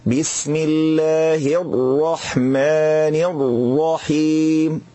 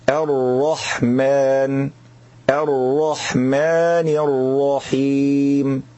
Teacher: بيضيق مخرج الراء فلا يفصح عنها ولا يظهرها · Shown in: first take · Term: حصرمة